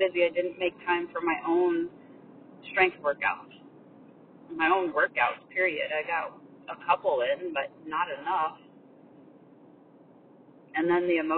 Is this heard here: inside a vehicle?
yes